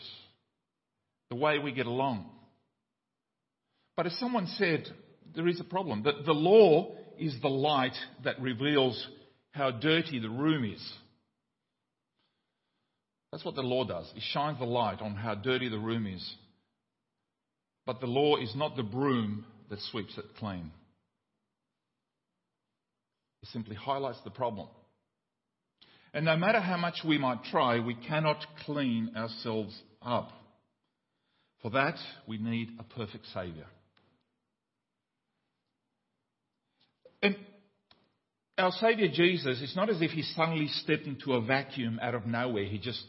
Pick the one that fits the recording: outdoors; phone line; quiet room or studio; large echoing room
large echoing room